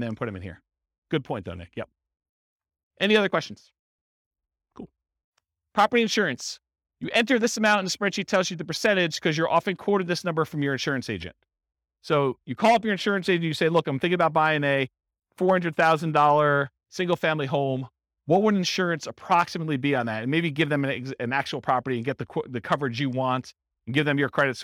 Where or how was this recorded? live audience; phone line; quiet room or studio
live audience